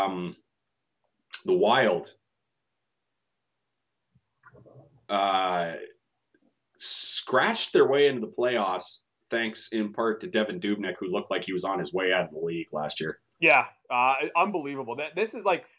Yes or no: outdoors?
no